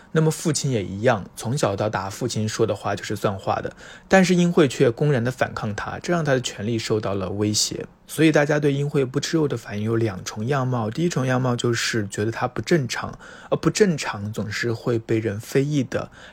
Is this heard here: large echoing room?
no